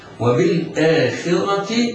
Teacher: الراء حرف مفتوح حكمه التفخيم، وبعدها تاء مربوطة توصل تاء مكسورة ويوقف عليها بالهاء هكذا.